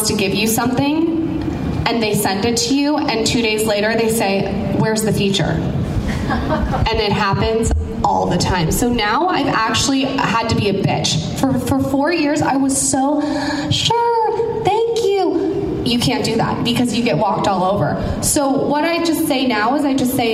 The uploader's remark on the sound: They showcase their speech at The Collective Conference, that was hosted at the Trunk Club offices in Los Angeles.